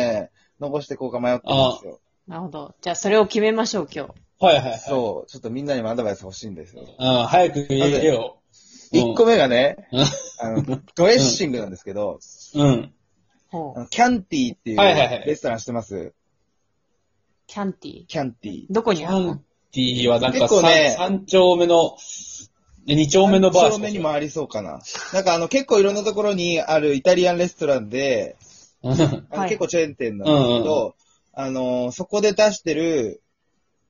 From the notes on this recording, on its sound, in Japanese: 遠隔宅飲み型レディオ。相談はZOOM。笑い声あり。